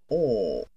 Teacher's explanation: This sound is not only slightly higher than the ah sound, it's also pronounced with rounded lips. In other words, we make a little O shape with our lips when we make this sound. · Term: aw sound